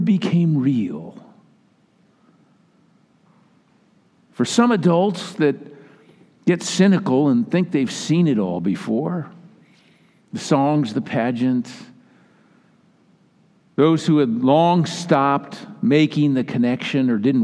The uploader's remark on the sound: Recording of the 10PM Christmas Eve Service.